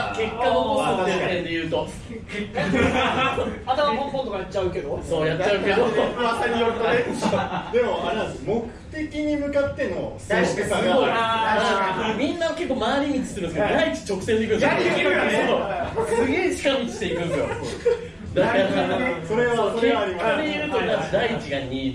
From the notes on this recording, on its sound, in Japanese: 部室 公開収録。素材そのまま、当日のリアル感をお楽しみください。